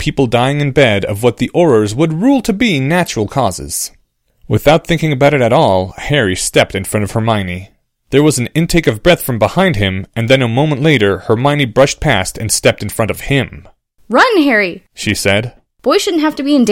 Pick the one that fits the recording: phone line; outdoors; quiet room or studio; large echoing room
quiet room or studio